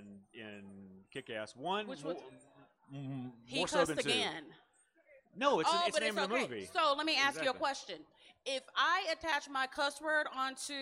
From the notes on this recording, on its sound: The Libra Lounge comes at you from the main floor of Comicpalooza 2019 in Houston, TX.